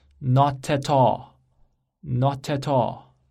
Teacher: not 最后的辅音 t 和 at 前面的元音 a 合在一起就是 notat · Term: 辅音和元音的连读